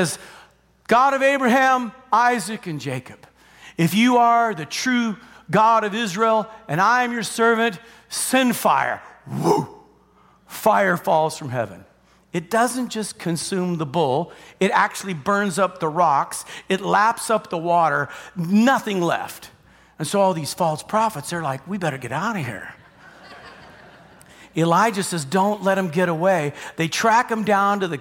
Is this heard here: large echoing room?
yes